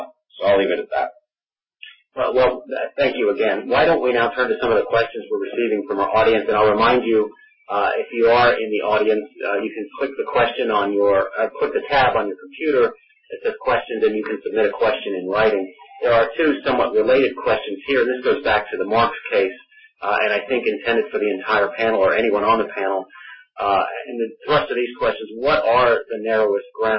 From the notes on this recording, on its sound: This teleconference panel discussion.